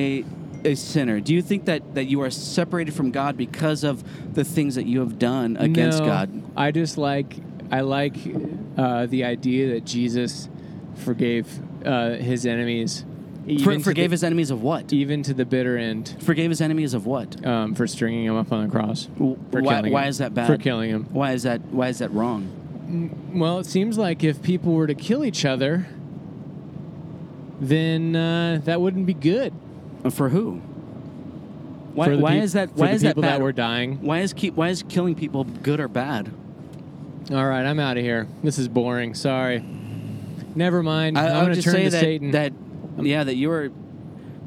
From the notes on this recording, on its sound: Recorded on a brief road trip to Arizona!